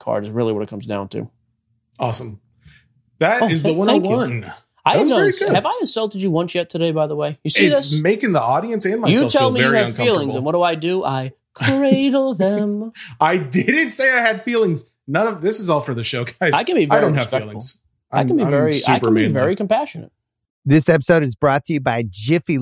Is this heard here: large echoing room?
no